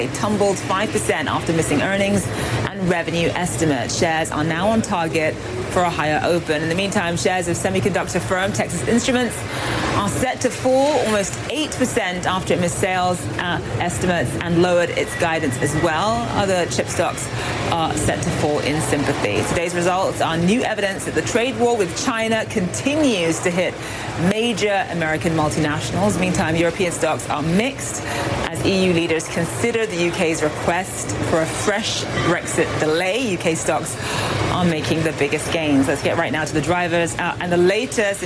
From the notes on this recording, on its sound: Live from the New York Stock Exchange.